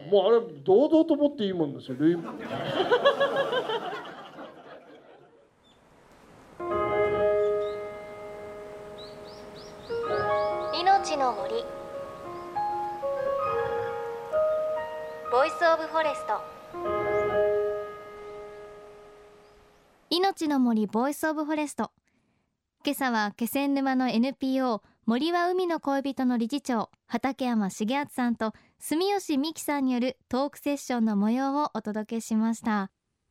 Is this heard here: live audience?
yes